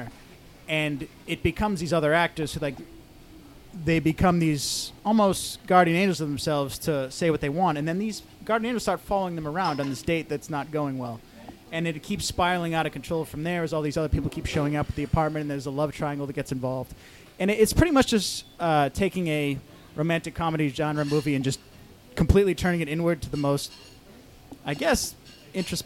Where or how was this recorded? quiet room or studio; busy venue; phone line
busy venue